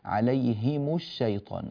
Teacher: هذه الهاء من كلمة عليهم هاء مكسورة، والميم ميم مضمومة، فأعطوا كل حرف حقه فيها، عليهم الشيطان، الهاء مكسورة والميم مضمومة، لا نقول عليهم مثلا حتى لا تنضم الهاء تبعا لضم الميم، هذا مخالف لقواعد الرواية التي نقرأ بها.